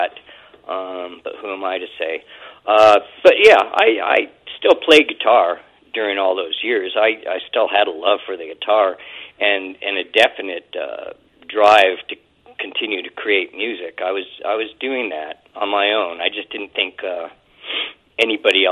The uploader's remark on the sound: phones in on this episode